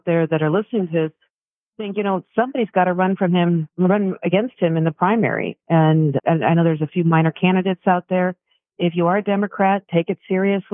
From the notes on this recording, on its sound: called in for an in-depth discussion